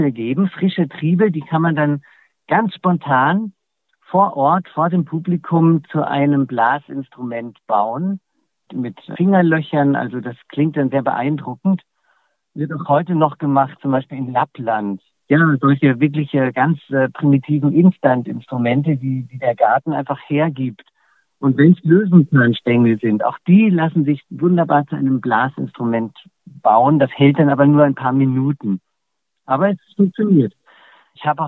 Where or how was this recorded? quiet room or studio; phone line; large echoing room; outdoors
phone line